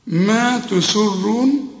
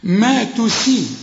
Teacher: السين هنا مرققة وتكون أكثر رقة إذا كانت مكسورة. ما تسي، وبعدين الراء هنا مفخمة والمد خد بالك الواو تمدها حركتين عند الوصل.